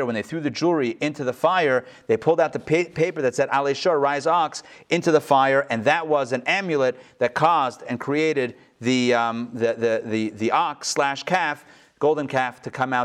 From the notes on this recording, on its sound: Recorded live in Atlanta on November 24, 2020